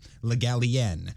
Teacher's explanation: Asked how to say his name, he told the Literary Digest the stress was on the last syllable, Le Gallien.